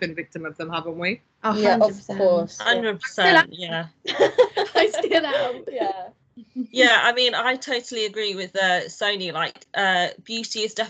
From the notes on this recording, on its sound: All podcasts are recorded over Microsoft teams and are within the guidelines of lockdown. This podcast was recorded during England's second lockdown.